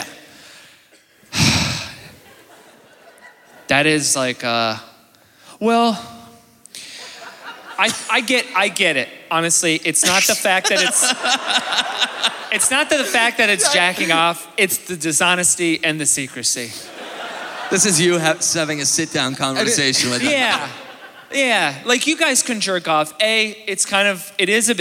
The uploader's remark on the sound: joins us live in Winnipeg!